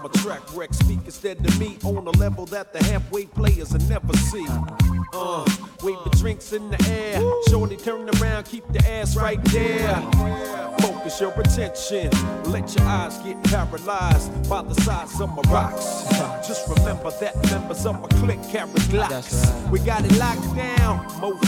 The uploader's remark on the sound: Originally broadcast live on February 27, 2017 from the storefront of The Late Late Bar on Houston Street in New York City.